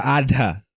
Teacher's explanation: tem um D com H, aí você bota uma aspiração na consoante. Tipo, em vez de Ada, vira Adha.